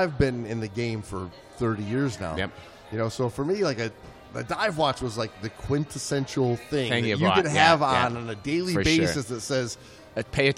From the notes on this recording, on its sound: live from the 2023 Thunder Bay International Film Festival